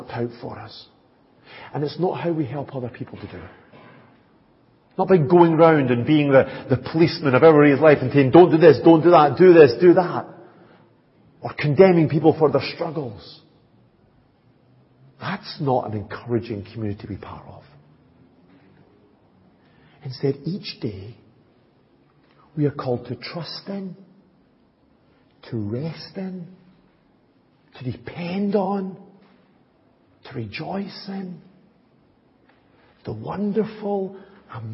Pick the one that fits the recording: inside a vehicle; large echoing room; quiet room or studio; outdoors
large echoing room